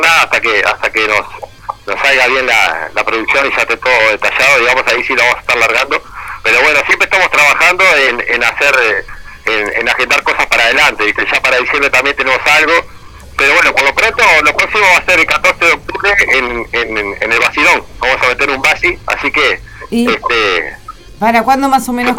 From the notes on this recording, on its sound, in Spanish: Nos comunicamos Por teléfono